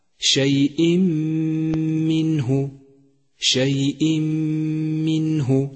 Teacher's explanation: الرمادي لأنه لم يعد له أثر في اللفظ. ثم بعد ذلك تشدد حرف الميم وتقف عنده حركتين زمن الغنة